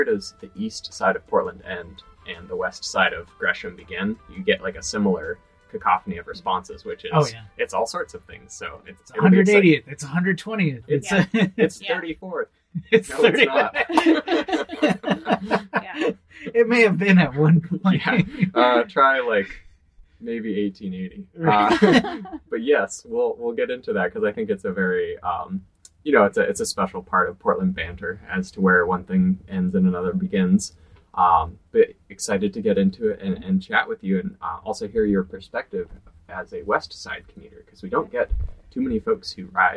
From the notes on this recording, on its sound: Note: this episode features a single microphone due to logistical difficulties. We apologize for the audio quality, but we will return to our usual microphones soon!